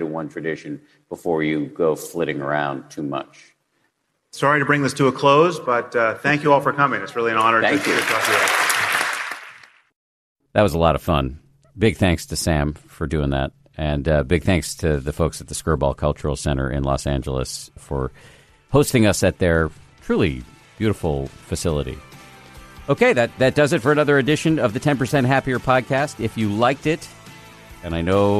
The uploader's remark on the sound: Special podcast recorded in front of a live audience. They also answer an array of questions from their live audience.